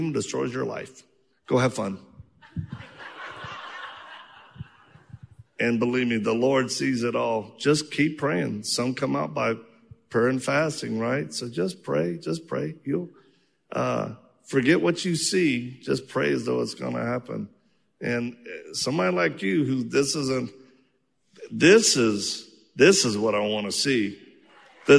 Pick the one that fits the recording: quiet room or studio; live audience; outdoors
live audience